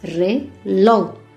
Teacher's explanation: Se carga la voz también en la última sílaba